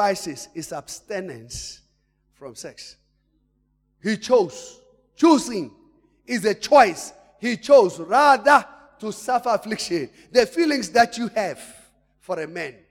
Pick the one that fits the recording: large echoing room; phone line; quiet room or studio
large echoing room